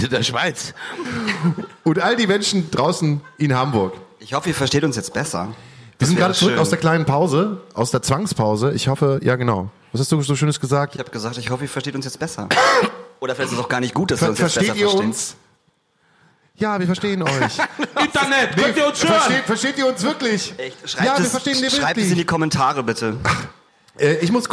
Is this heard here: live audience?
yes